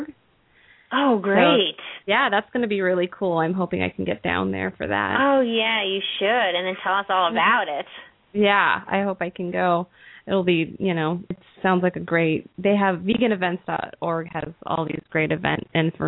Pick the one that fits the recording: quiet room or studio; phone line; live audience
phone line